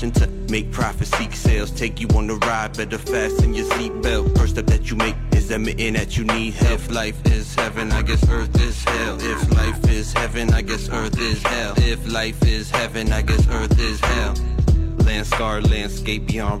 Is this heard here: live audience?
no